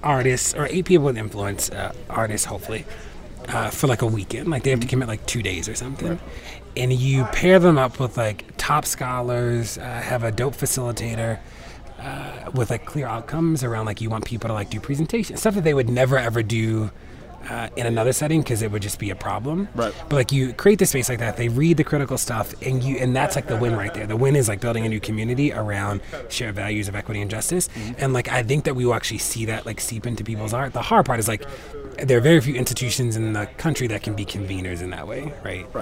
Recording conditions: busy venue